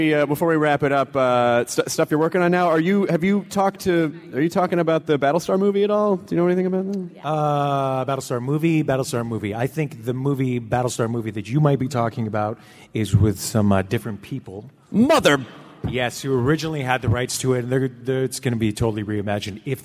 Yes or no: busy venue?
yes